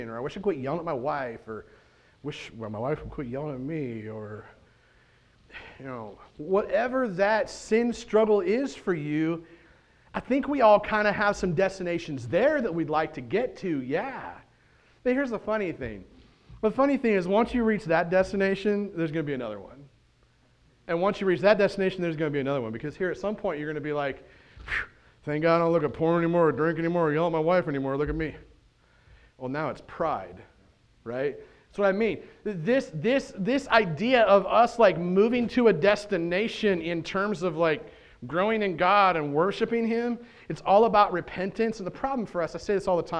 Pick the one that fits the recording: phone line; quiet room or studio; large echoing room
large echoing room